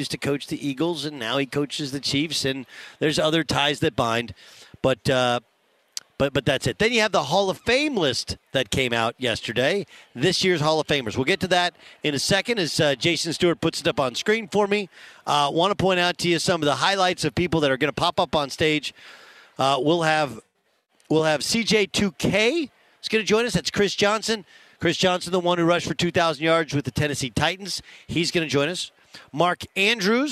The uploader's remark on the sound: live on the final day of Radio Row in Phoenix ahead of Super Bowl 57!